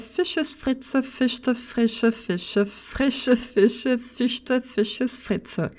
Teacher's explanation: Você deve ter percebido aí esse R gutural, que o clássico R de gargarejo do alemão.